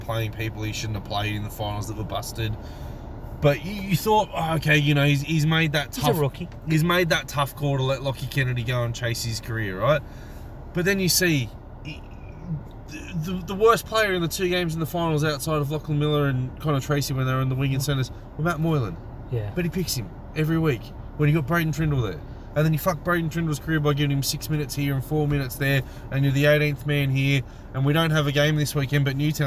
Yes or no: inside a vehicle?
yes